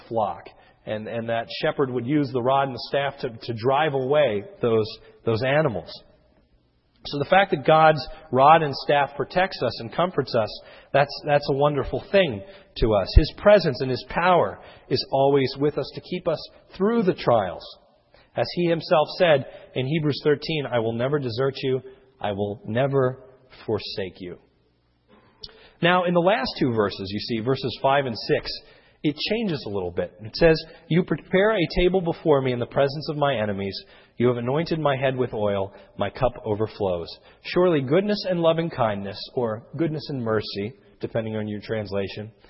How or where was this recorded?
large echoing room